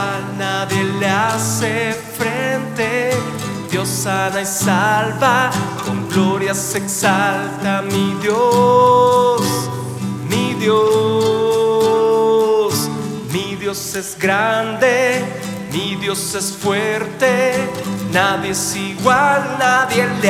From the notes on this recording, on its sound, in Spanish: Grabación en Vivo desde San Marcos, Guatemala